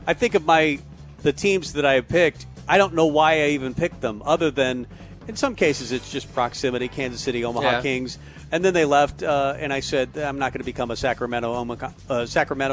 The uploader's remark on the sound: Tailgate Tuesday live from Chick-Fil-A